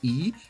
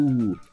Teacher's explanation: o I a gente prende o ar com a língua um pouquinho mais à frente, I, e o U um pouquinho mais atrás, o U. E aí reparem que no francês, o U, a gente acaba pronunciando com a língua numa posição intermediária, que tá entre o I e o U.